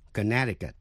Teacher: Nhưng tên tiểu bang Connecticut, âm C trong âm tiết N-E-C, câm, không đọc.